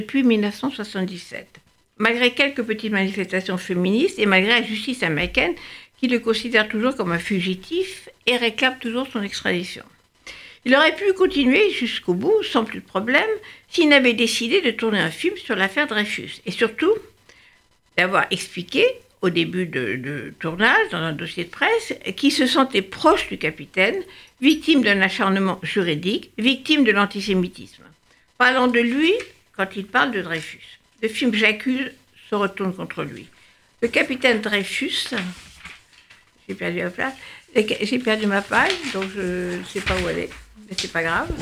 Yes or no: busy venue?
no